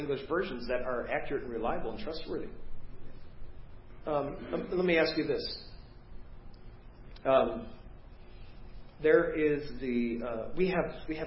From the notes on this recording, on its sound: preached at First Baptist Church of Hazel Park